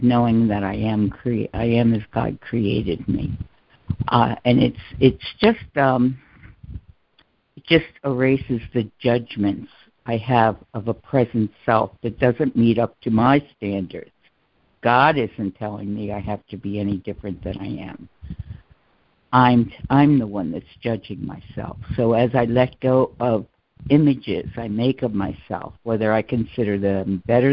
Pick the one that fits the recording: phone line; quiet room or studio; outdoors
phone line